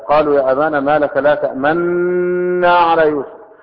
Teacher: بالإدغام المحض يعني الخالص بلا إشمام